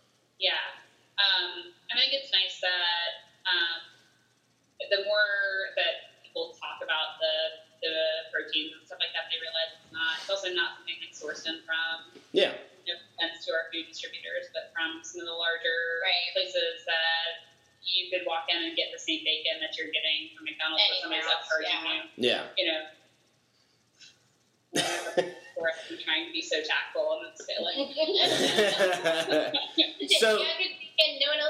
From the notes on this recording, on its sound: With Coronavirus messing everything up. Busted out the Zoom.